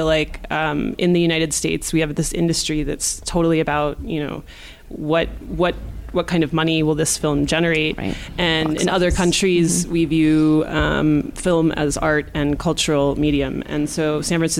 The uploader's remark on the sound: We thought we'd share a conversation we had back at the Sundance Film Festival with a few folks from SF Film.